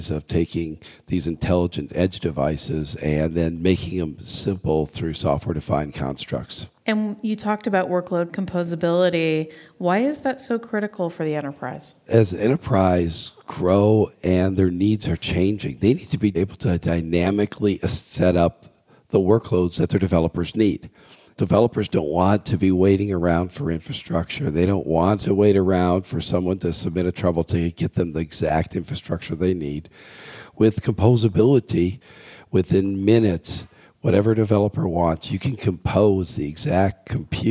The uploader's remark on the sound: joins us live from HPE Discover 2017 in Madrid.